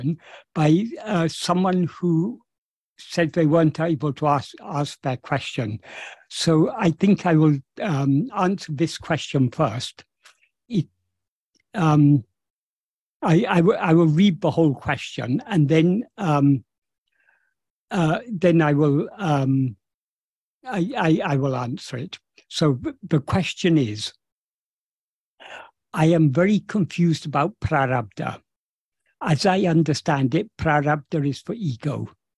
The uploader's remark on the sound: In a Zoom meeting with the Ramana Maharshi Foundation UK on 13th May 2023